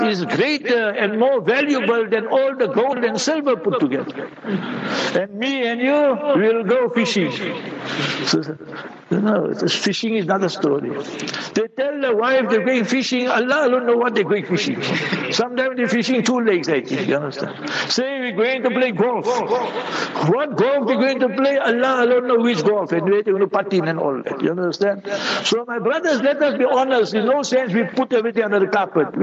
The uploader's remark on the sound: Jumah Lecture at Rainbow Masjid.